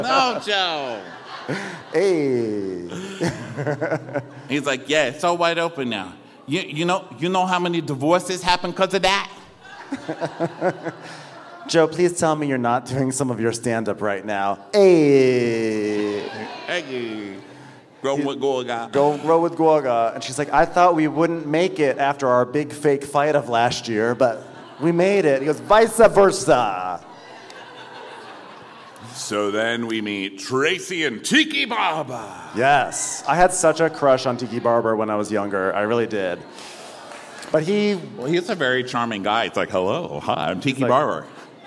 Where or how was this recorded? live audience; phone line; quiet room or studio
live audience